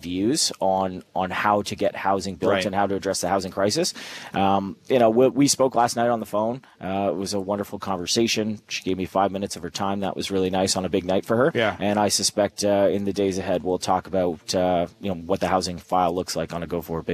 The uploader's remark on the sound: On location at Toronto City Hall